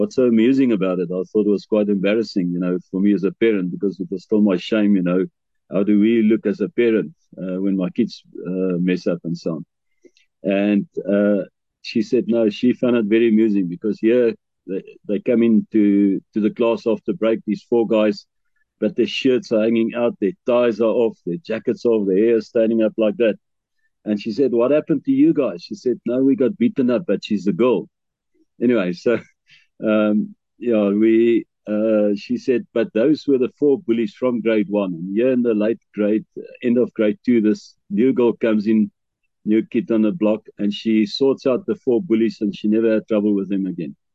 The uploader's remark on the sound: The Transformation Table Zoom Meeting on the 1 Jun 2023